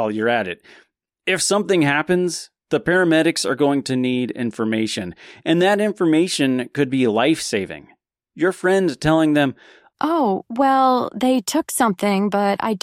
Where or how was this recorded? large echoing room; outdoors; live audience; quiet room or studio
quiet room or studio